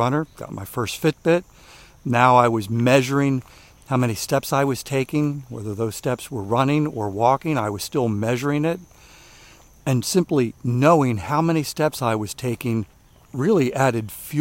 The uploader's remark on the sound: during today's ten-minute walk